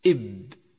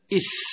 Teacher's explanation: لاحظ كيف ينقطع الصوت عند النطق بحرف شديد إب بينما يجري الصوت عند النطق بحرف رخو كالثاء